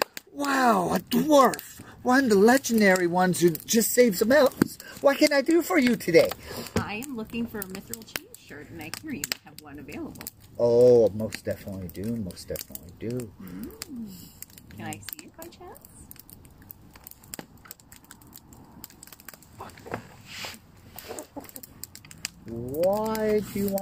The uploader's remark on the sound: We decided to try an outdoor event this week, so I appologize for any loud fire sounds that might drown us out. After going through the audio, the fire wasn't as loud as expected.